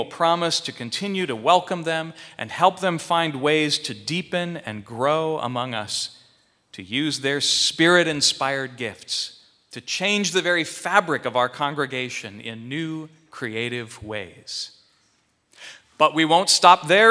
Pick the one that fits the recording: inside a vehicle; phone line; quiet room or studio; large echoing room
large echoing room